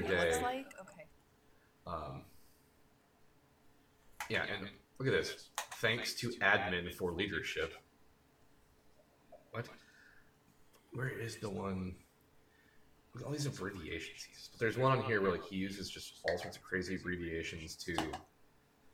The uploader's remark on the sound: Recording a podcast together while in the same place! Couldn't get the technical issues figured out.